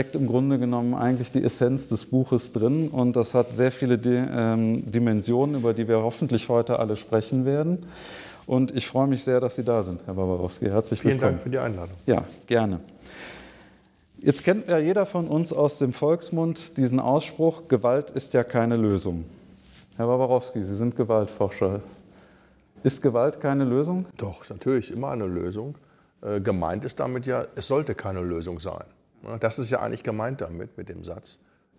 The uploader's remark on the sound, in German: 2023 live in der VHS Krefeld/Neukirchen-Vluyn aufgezeichnet.